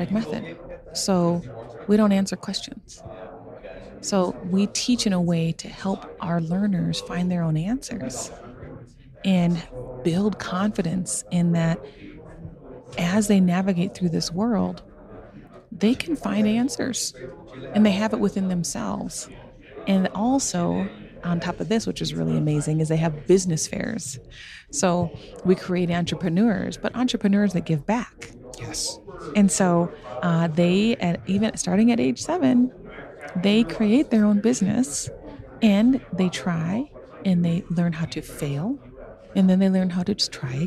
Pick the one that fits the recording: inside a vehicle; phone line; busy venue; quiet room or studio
busy venue